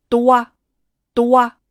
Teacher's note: 首先是浊音 d，d 需要预振动、浑浊地发音